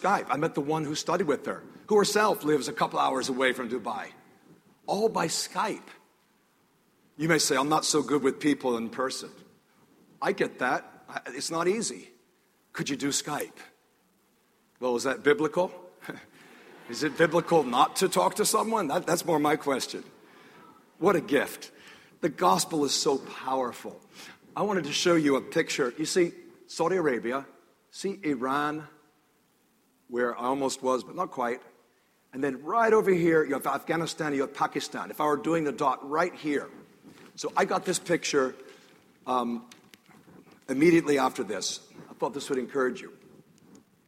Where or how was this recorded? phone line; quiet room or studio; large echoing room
large echoing room